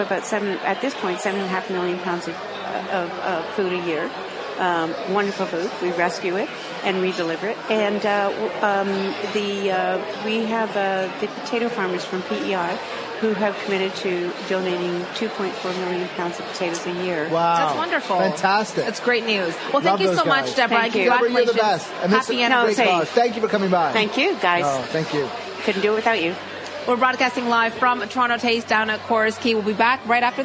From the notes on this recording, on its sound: broadcasts live from the 25th anniversary of Toronto Taste